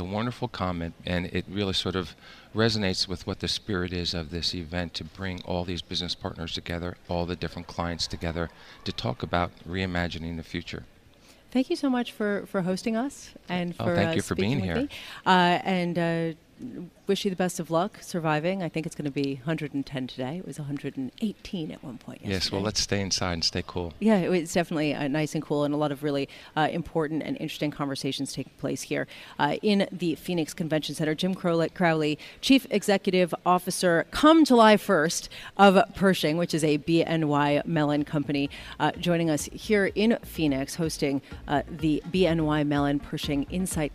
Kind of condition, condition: setting, busy venue